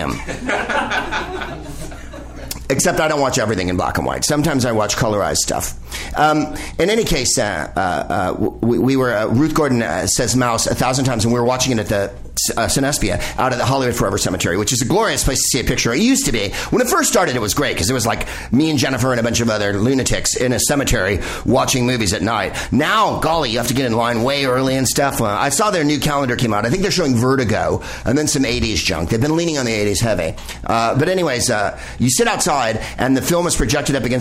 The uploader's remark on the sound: Live from Bar Lubitsch